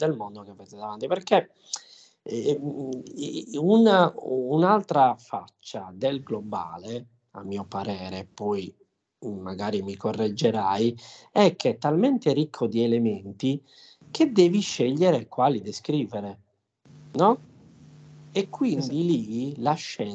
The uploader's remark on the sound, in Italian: Registrazione fatta su Skype